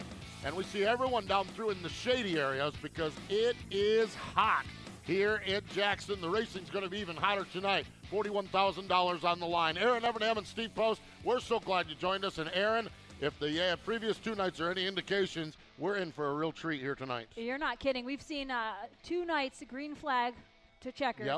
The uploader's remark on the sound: live from the AGCO Jackson Nationals